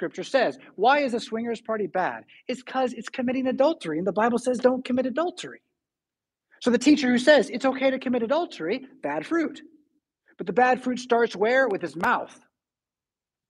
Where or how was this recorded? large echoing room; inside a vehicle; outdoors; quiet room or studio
large echoing room